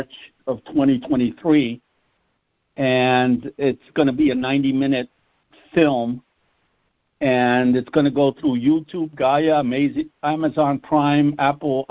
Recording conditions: phone line